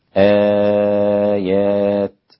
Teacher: هذا المد البدل، ولورش ثلاثة البدل يعني حركتين وأربعة وستة